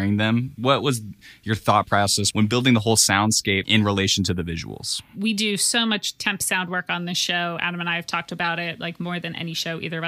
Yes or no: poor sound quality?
no